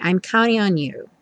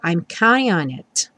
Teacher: o T some e você só escuta mesmo o N.